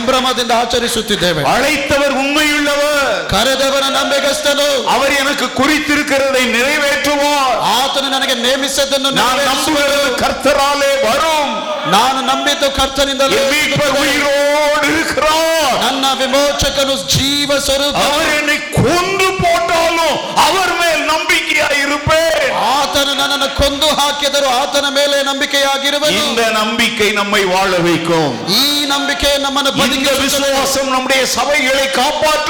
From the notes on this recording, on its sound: Day 3 Sermon - Preached at Full Gospel Church, Jalahalli during July 2023 on the occasion of the Church's 55th anniversary.